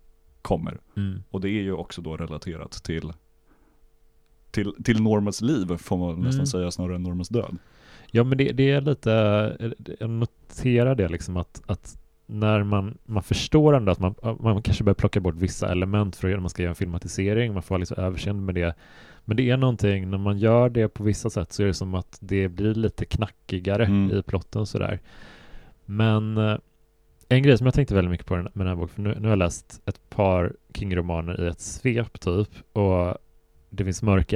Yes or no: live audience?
no